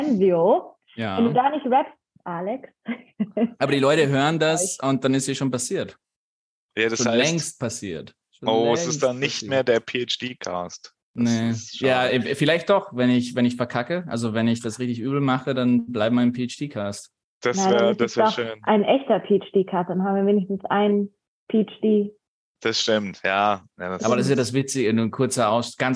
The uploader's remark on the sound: Die Folge wurde ausnahmsweise zu Hause via Zoom aufgenommen.